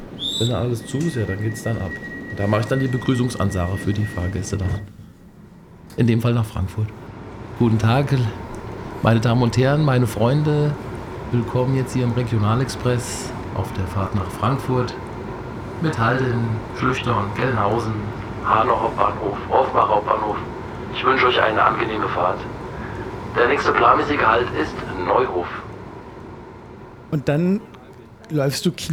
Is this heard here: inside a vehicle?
yes